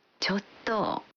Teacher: La expresión chotto significa originalmente un poco. Pero al pronunciarla prolongando el sonido final y bajando el tono, chotto, transmite el matiz de que nos cuesta decir algo.